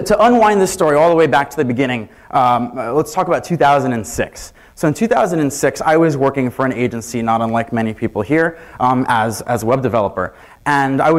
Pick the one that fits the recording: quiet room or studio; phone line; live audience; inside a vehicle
live audience